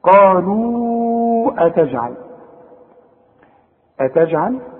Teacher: أتجعل كلها مرققة، وما تنساش الجيم تعطش، وبعدين الجيم دي بتقلقل، لكن انت ما خدتش حكم القلقلة علشان كده مش عايز أثقل عليك خلاص.